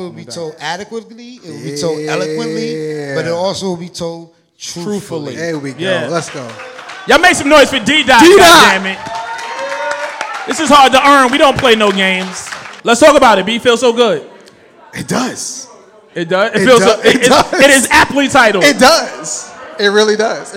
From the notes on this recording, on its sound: In front of a live studio audience in Harlem , NY. Special live episode.